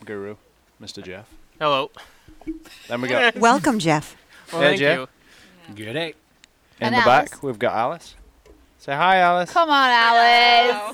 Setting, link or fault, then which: setting, outdoors